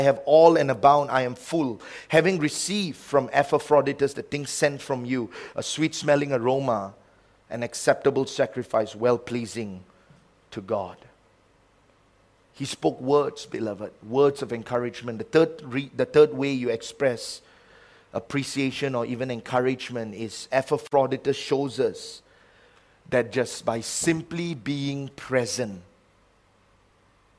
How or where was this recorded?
large echoing room